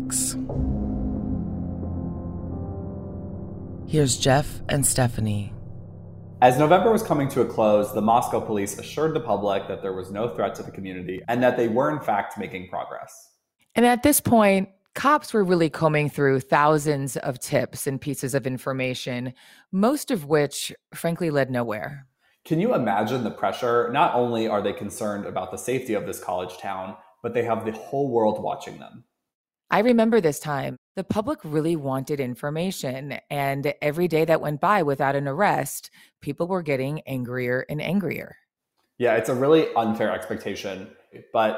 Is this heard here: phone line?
no